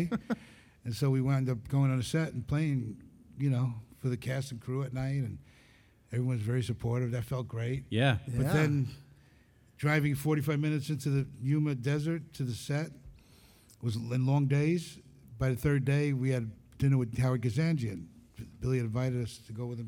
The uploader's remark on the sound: We are LIVE at ICCC Nashville!